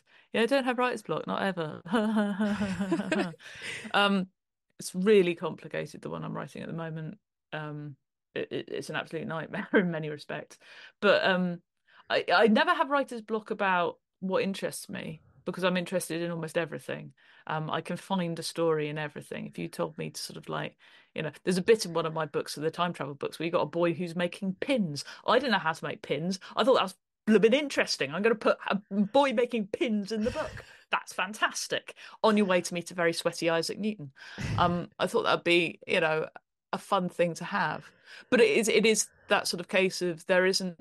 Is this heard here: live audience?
no